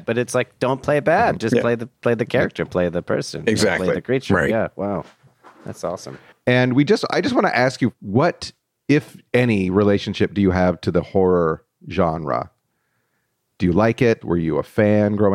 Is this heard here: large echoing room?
no